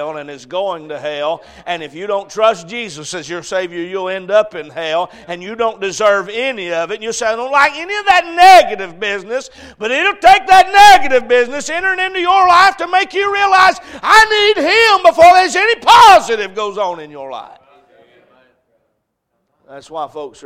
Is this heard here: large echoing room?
yes